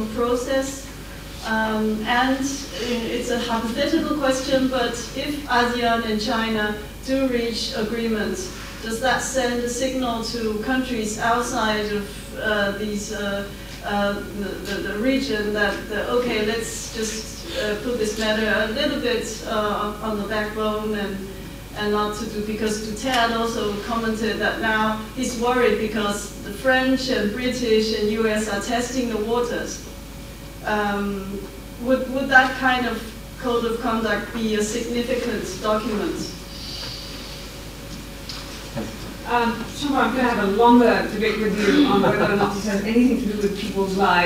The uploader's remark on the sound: A public debate organized as part of the "New Strategic Issues in the Indo-Pacific Region" conference